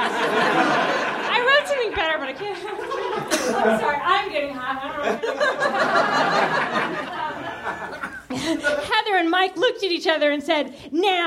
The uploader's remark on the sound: Recorded at Nerdmelt Theater, June 18 2013.